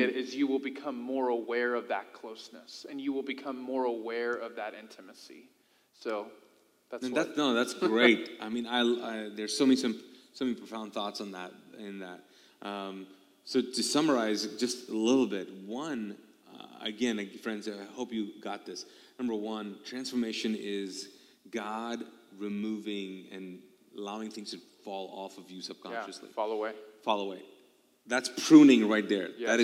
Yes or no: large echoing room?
yes